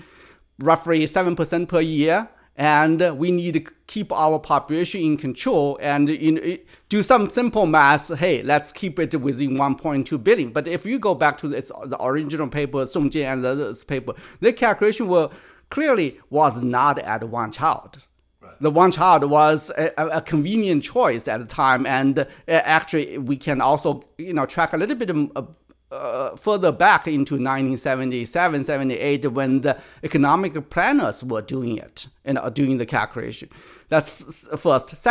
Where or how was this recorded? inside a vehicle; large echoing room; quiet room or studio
quiet room or studio